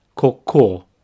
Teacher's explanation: Both syllables have the same sound, ko. However, the stress is at the end